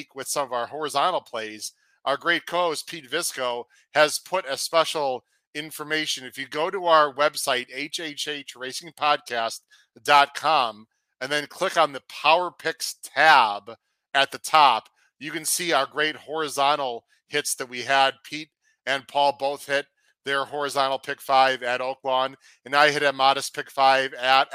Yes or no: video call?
no